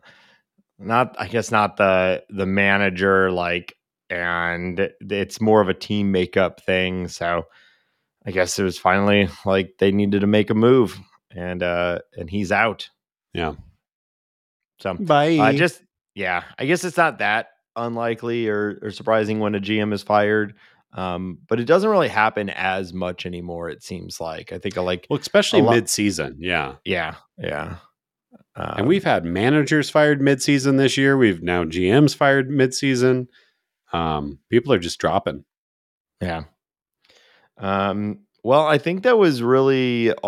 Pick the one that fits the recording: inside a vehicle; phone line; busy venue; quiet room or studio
quiet room or studio